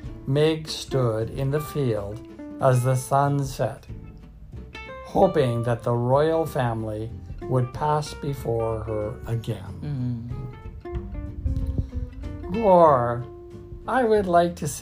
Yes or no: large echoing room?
no